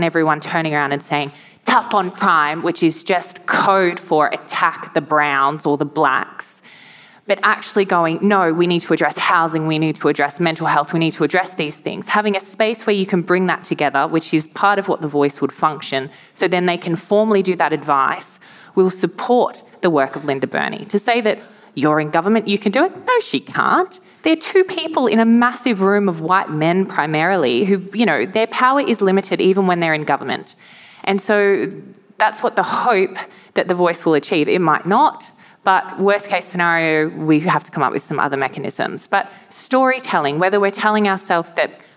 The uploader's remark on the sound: Hear from a lively panel of writers and thinkers. This episode was recorded live at the 2023 Sydney Writers’ Festival.